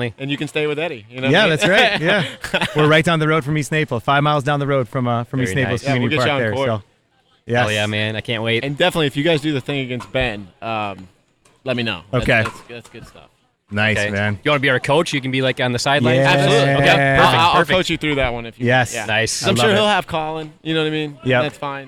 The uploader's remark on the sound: Live from the 2019 Beer City Open. In Grand Rapids, MI.